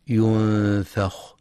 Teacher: ينتبه لترقيق الفاء في كلمة ينفخ، فلا يقرأ ينفخ بتفخيم الفاء